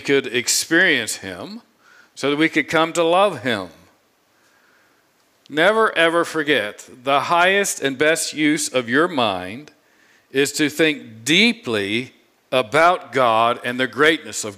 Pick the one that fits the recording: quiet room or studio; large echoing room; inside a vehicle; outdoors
large echoing room